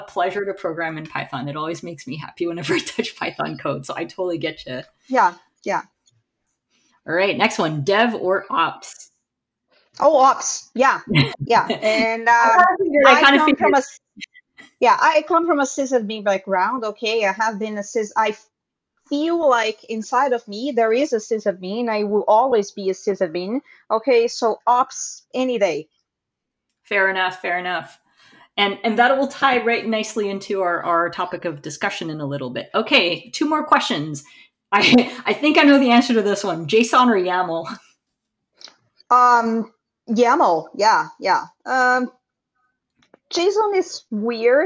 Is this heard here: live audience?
no